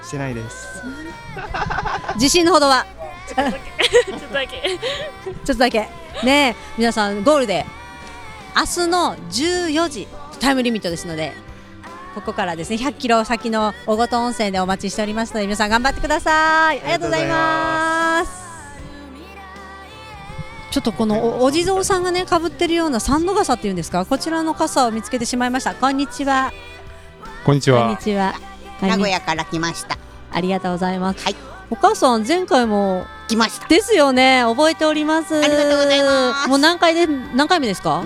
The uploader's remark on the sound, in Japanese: スタート会場から皆さんの声をお届けします！